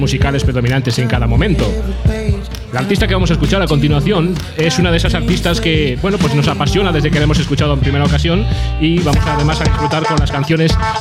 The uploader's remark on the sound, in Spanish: La Ciudad Sumergida LIVE en el Cul De Sac